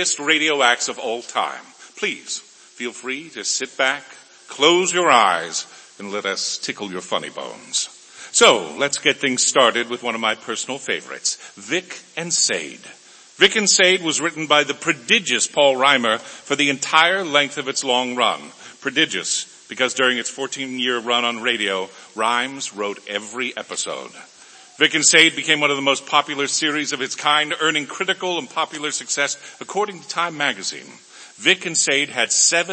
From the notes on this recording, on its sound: Re-Imagined Radio presented a live performance by Willamette Radio Workshop actors and other community volunteers at Kiggins Theatre in downtown Vancouver, Washington. Audience count: 133. Streamed live on American Senior Radio Network.